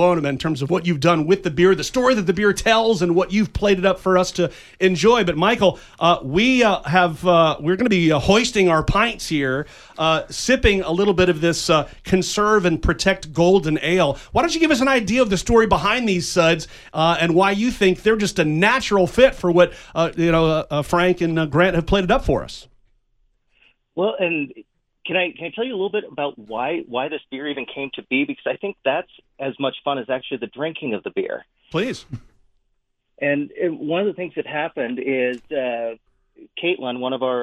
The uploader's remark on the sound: This week’s edition of Mother Road Monday on KVOI’s Wake Up Tucson. Called in from Flagstaff.